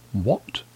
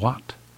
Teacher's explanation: We have a nice lip round vowel on O. · Shown in: first take